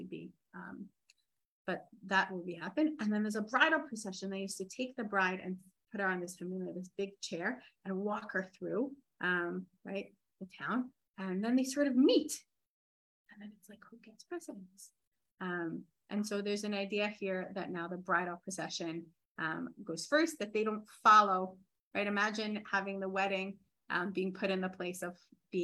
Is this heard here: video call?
yes